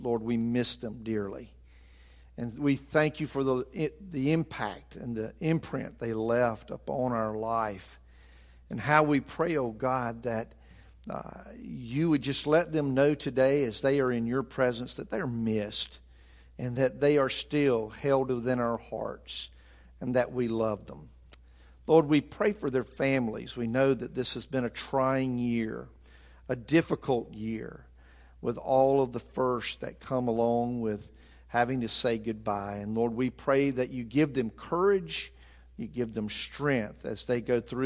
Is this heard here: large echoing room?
yes